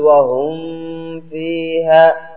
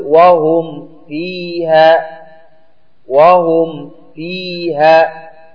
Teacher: تحرص أنك ما تخرج الغنة عندما تنطق الميم · Shown in: second take · Term: إظهارا